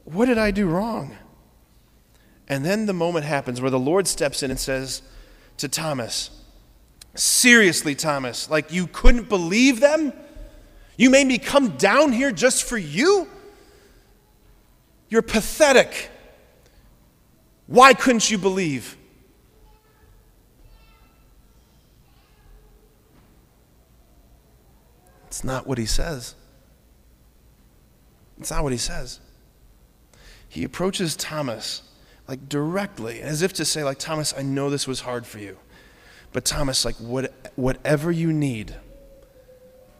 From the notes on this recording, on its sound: preached this homily on April 16, 2023 at Sacred Heart of Jesus Catholic Church in Wadsworth, OH.